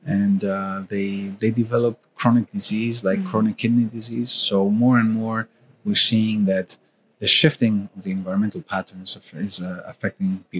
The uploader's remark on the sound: Recorded live from the 23rd World Congress on Safety and Health at Work 2023 in Sydney, Australia.